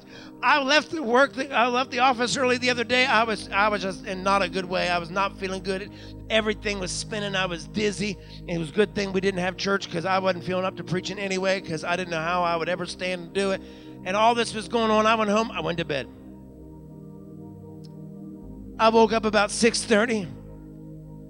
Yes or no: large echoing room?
yes